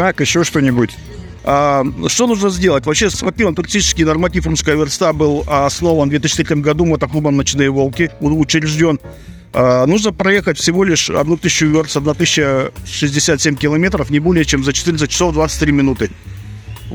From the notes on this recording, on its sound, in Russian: Записано с 1 по 3 декабря на месте событий - Москва, Краснопресненская наб., 14, ЦВК «Экспоцентр».